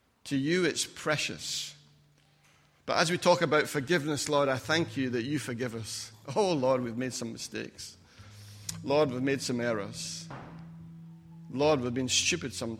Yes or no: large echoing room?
yes